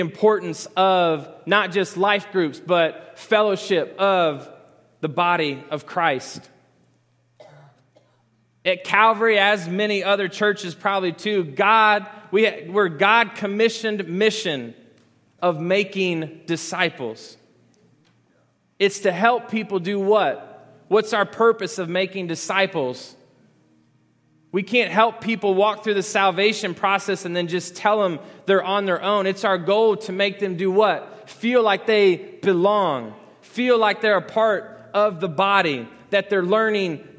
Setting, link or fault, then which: setting, large echoing room